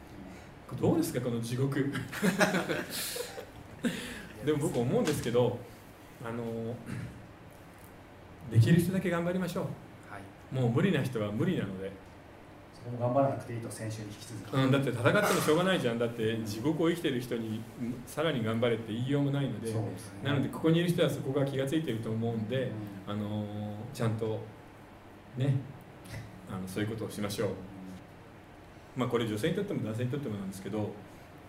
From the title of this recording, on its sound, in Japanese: 公開収録